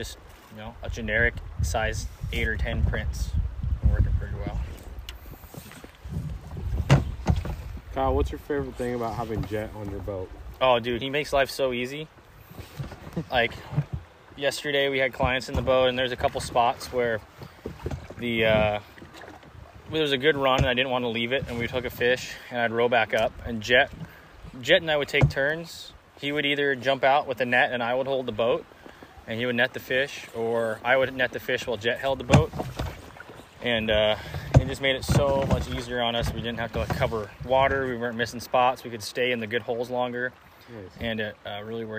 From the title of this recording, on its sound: LIVE on the River!